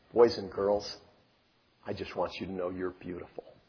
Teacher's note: A God who always speaks in a more breathy sounding voice